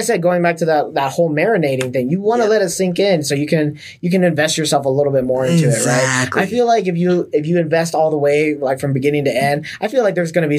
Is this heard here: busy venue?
no